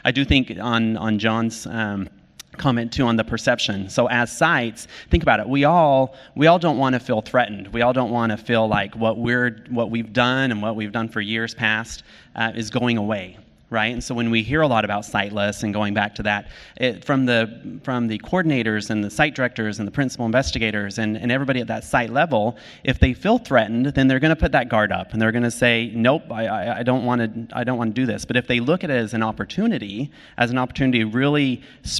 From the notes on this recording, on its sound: This podcast presents a panel discussion from the 2019 Mobile in Clinical Trials conference.